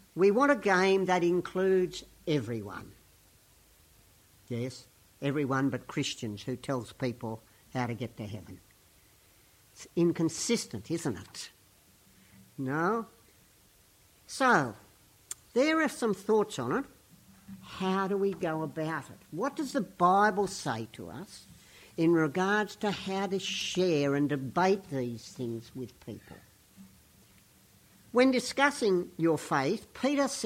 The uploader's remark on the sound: Weekly Sermon from St Peters East Lindfield